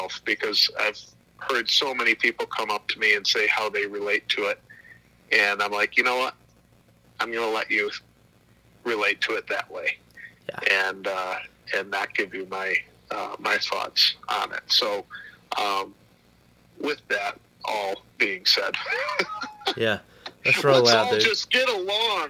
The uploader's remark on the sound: burns the phone lines up to Buffalo, NY